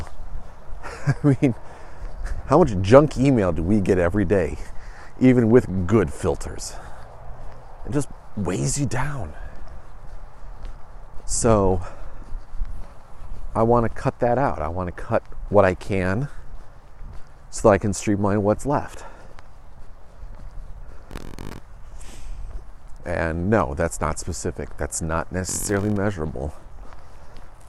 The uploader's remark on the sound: The Meander heads outside today